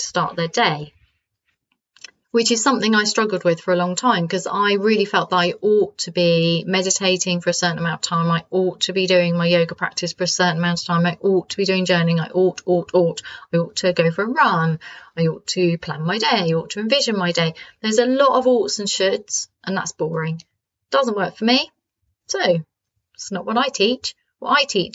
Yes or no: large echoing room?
no